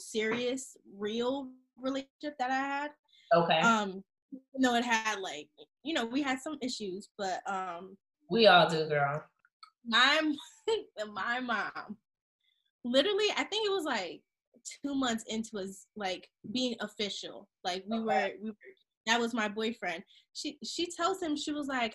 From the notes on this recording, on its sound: Sorry for the quality this was a Zoom Meeting.